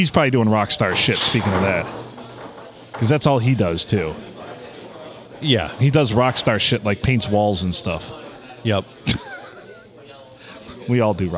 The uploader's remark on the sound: Recorded from our normal table at the Blue, after a little snafu on a Sunday night in the glorious 4-69!